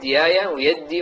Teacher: بعض العرب يقلب الجيم يا